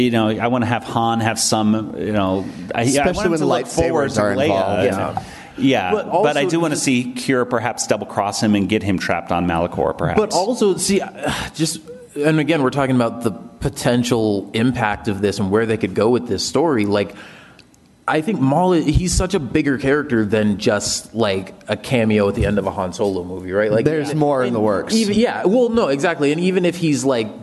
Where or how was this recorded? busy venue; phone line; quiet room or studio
busy venue